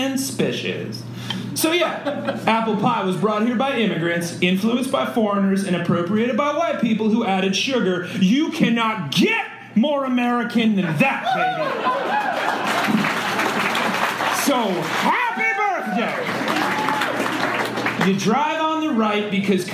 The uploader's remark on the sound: Live in front of some fresh humans who had no idea what was comin. Was recorded LIVE at Chicago’s Historic Green Mill Lounge on June 17th 2023.